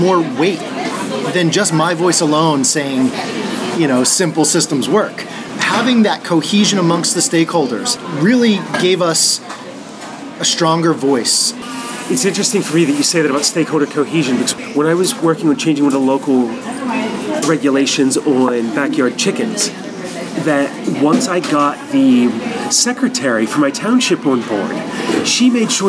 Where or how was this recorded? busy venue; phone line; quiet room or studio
busy venue